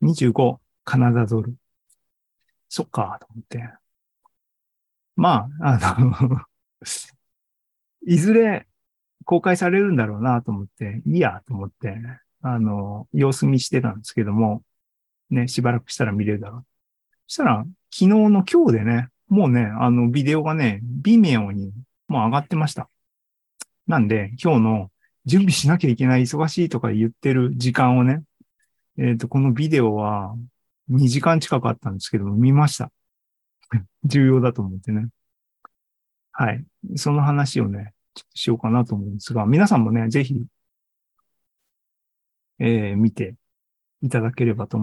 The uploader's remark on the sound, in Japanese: ２０２３年６月２４日に開催した ZOOMライブの模様です